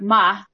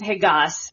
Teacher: he takes off the last part of the vowel, which is very typical traditional old South. And it's sort of just deleted, so we call it a monophthonization. · Term: I monophthonization